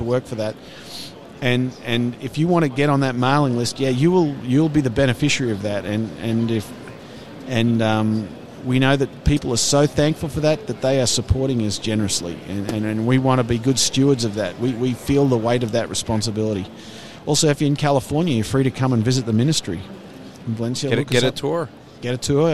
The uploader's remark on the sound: Gets some interviews at the G3 Conference.